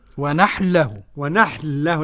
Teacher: ونحل له بلام واحدة مشددة · Term: إدغام